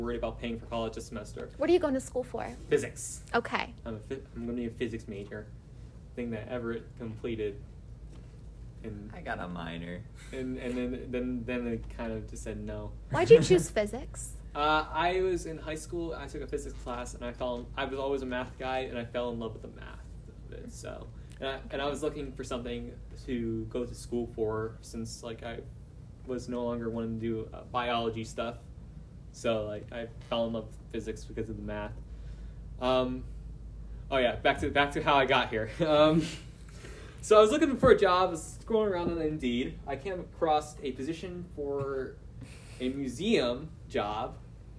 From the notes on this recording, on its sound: Special thank you to The McKinley Museum and Hoover Price Planetarium for allowing us to record in the planetarium itself!